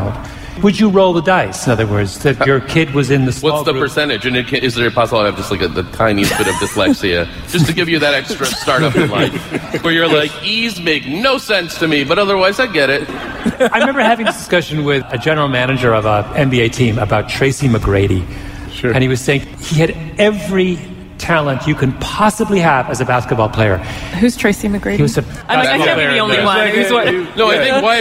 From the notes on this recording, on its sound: Recorded live at NYC’s Hammerstein Ballroom.